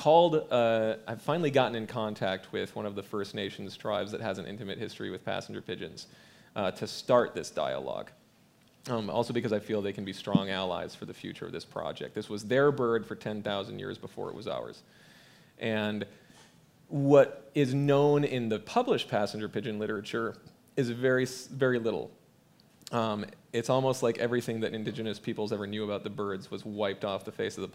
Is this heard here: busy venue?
yes